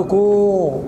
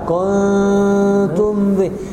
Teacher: لو انت قلت كو يبقى كاف واو نون تاء ميم يبقى انت زودت في الكلمة واو · Shown in: first take